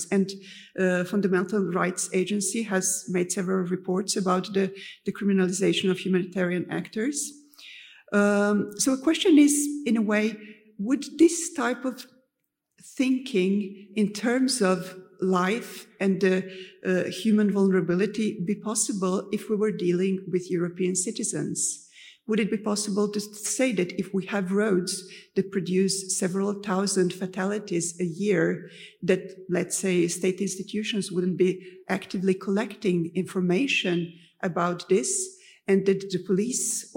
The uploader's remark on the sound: Recorded during HEUNI Day. At The National Museum of Finland.